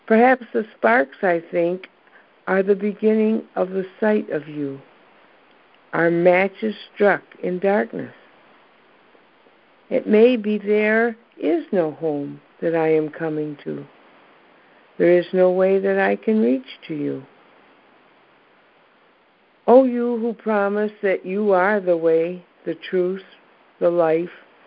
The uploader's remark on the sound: ACIM Daily TEXT Conference Call